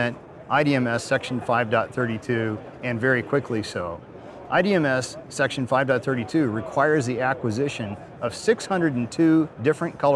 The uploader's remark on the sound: We're back and live from the show floor! Display Week 2023 in Los Angeles, California.